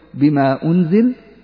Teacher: وجه بالقصر، أي مقدار يمد بمقدار حركتين